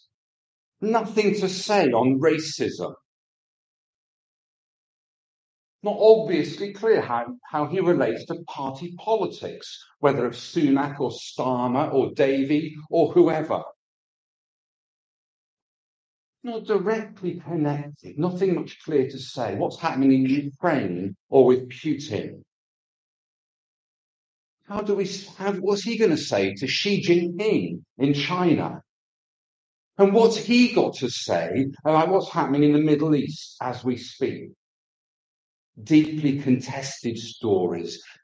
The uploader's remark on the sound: This service came from our Church Centre so the sound quality is not as good as normal.